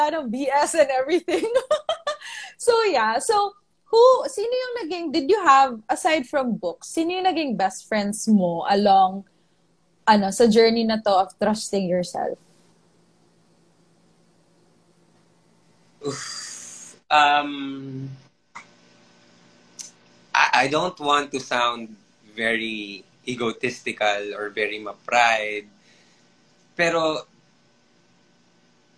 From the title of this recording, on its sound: IG Live Interview